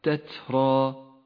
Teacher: تهمس التاء الساكنة هكذا تترا وتفخم الراء المفتوحة